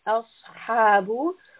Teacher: Sad is a heavy sound. Ha is from the throat.